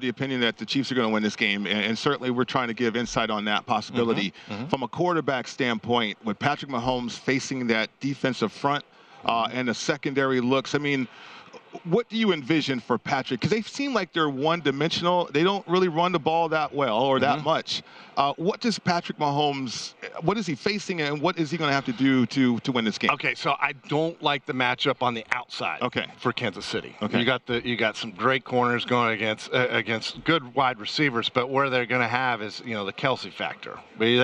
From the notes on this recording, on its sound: live from Radio Row in Phoenix, AZ